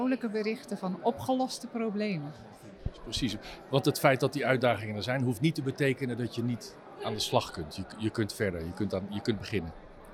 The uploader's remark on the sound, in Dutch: Bij het iTanks Waterstof010 Café op 14 april 2023